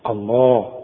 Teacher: علشان لام لفظ الجلالة المفتوح دائما مفخم